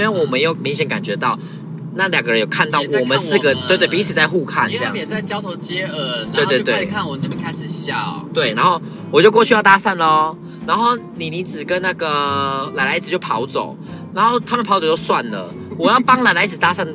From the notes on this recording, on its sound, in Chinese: 錄音開車。開車錄音。